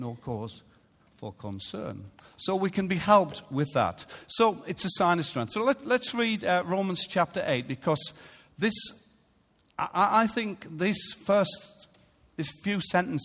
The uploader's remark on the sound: Recorded live at Life Church on Sunday 10th September 2017.